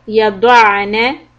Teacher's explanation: Dod heavy, and then the ayn, make it quick.